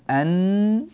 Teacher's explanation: فأنا عندما أقول أن، لساني يغلق تماما، المنفذ يغلقه تماما، فلا يمكن أن يخرج الهواء من الفم